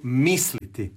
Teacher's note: To je kratko silazni.